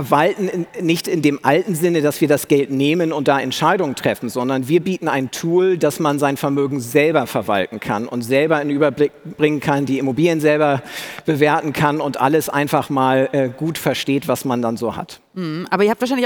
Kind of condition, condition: setting, busy venue